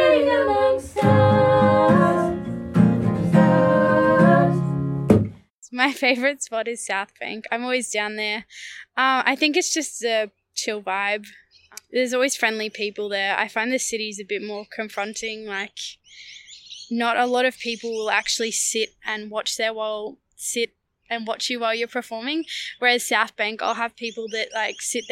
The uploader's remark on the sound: Interview recorded on April 22, 2022 (Birrarung Marr, between Melbourne CBD and the Yarra River)